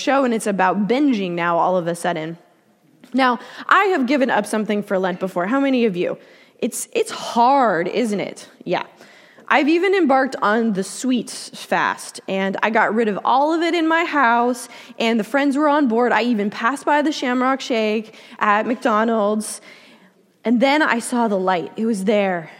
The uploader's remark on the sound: Delivered during the Contemporary Worship service.